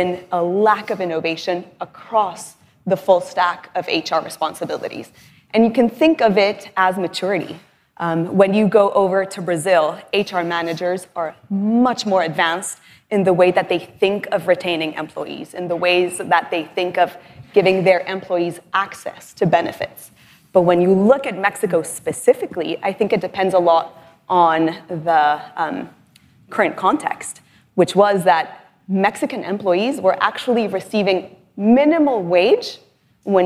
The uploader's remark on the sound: Live keynote conversation at LendIt Fintech LatAm in Miami. My live keynote conversation at LendIt Fintech LatAm in Miami.